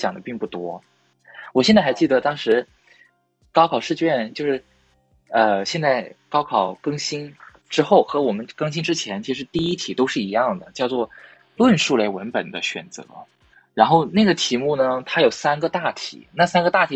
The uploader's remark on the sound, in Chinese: 本期节目为线上连麦，录制质量一般，见谅。